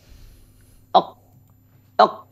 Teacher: ketika sukun, dia memiliki kolkolah atau pantulan